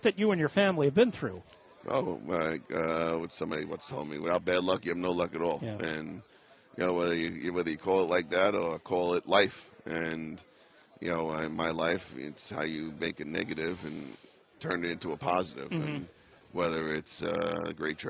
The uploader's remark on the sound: Live From Radio Row